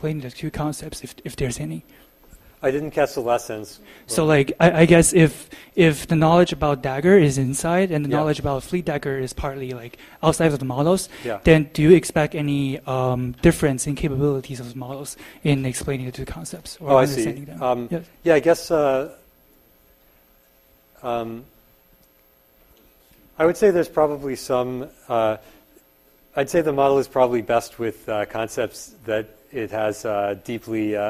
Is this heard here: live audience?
yes